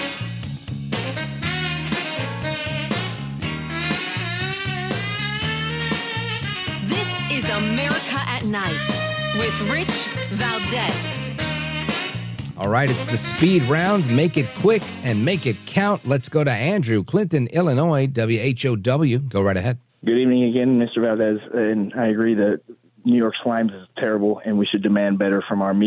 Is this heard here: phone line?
yes